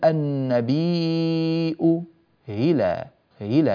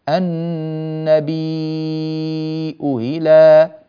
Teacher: ويجوز أن تنطق الهمزة مسهلة بين، فنقول النبي هلا هلا بهذه الطريقة، النبي هلا، انتبهوا أن الهمزة المسهلة تنطق من الحلق ولا تتحول إلى هاء ولا تعود إلى أصلها همزة، فالوجهان جائزان.